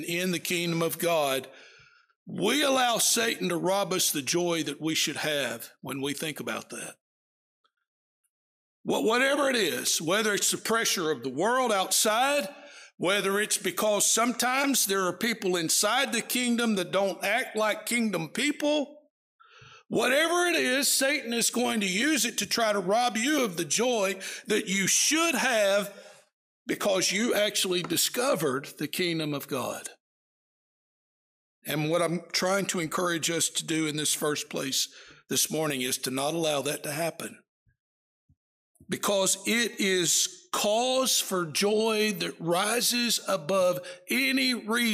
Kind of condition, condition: setting, large echoing room